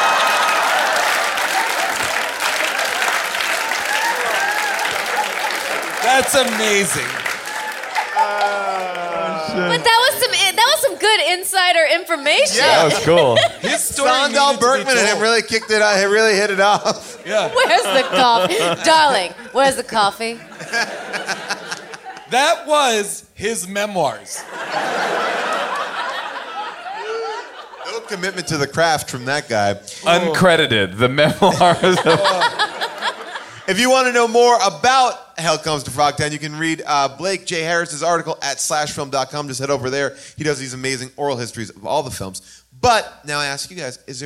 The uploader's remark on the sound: Recorded LIVE from the world famous Largo at the Coronet in Los Angeles